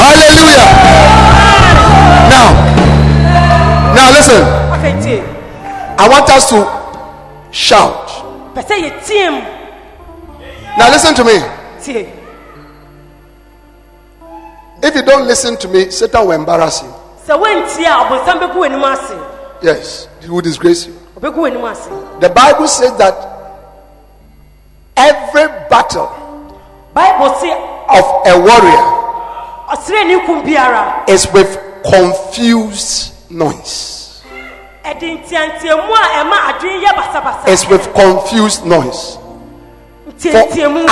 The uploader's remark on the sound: Preached at The Anagkazo Assemblies Cathedral